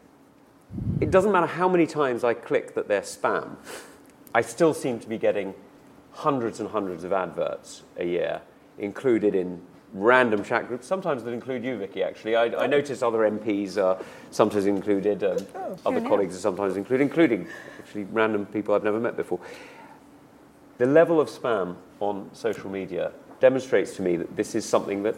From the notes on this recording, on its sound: Hosted at Conservative Party Conference.